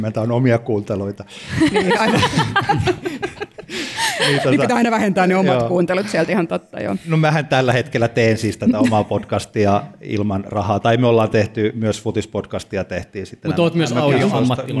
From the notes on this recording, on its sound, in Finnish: Sideways-festivaalilla. Jakso on nauhoitettu Helsingissä Sideways-festivaalin yhteydessä.